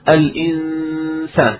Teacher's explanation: الإنسان عندنا غنة بعدها حرف السين، حرف السين حرف مرقق، إذا الغنة مرققة فتكون الإنسان.